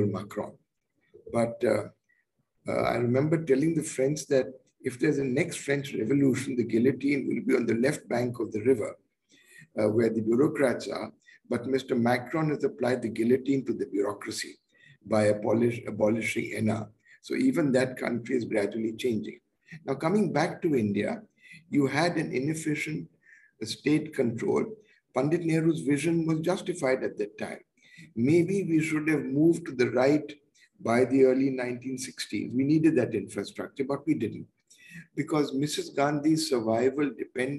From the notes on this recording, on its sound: Zoom and Facebook Live